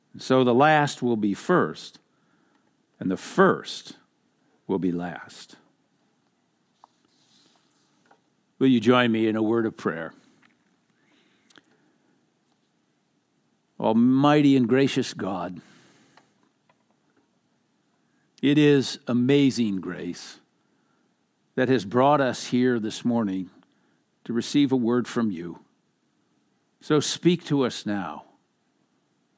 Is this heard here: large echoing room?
yes